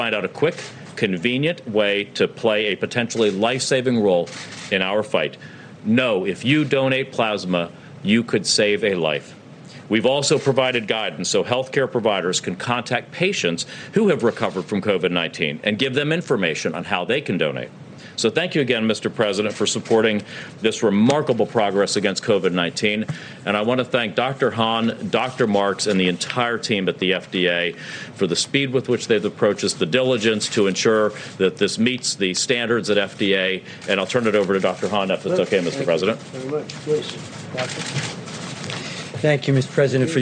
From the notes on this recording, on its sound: at a White House briefing